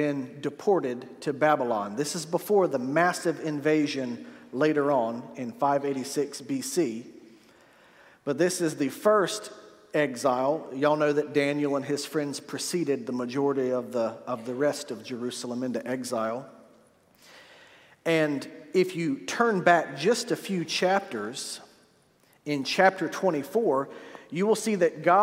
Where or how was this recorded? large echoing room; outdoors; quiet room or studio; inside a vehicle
large echoing room